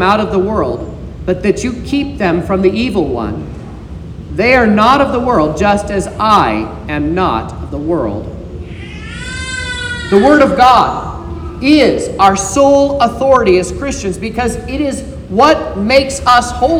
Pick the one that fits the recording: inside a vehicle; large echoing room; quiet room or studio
large echoing room